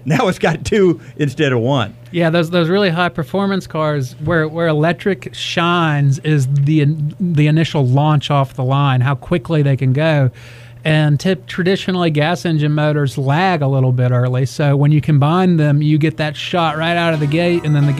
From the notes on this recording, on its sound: At Road Atlanta. Goes on the road to Road Atlanta for the Petit Le Mans.